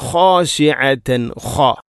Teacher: ഖ തൊണ്ടയുടെ ഏറ്റവും മുകൾ ഭാഗമാണ് ഖ എന്നതിൻ്റെ മഖ്റജ്